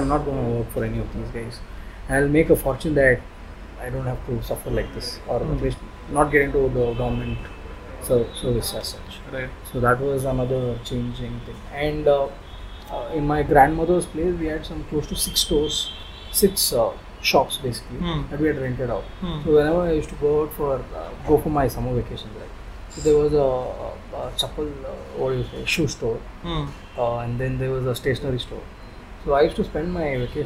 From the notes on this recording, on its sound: You may find somebackground noise due to the recording location.